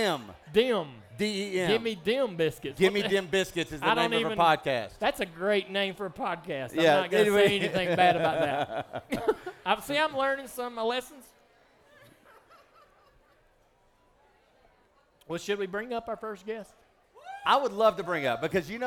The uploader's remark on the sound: live from Ole Red on Broadway in Nashville.